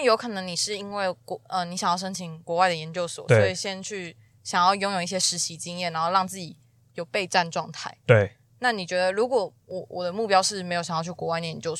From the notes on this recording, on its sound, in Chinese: 本集在車上錄音，收音極差，請見諒Ｑ